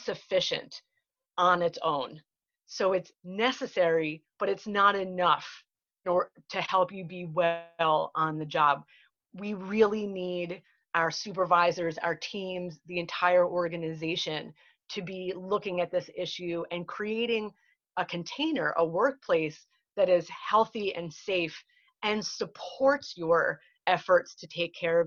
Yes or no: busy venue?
no